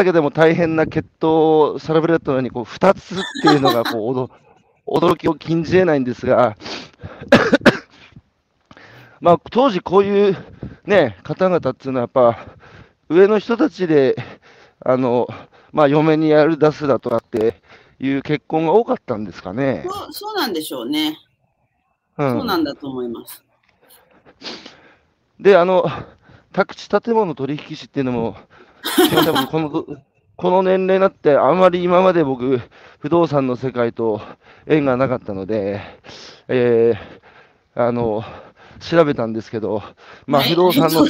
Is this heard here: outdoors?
yes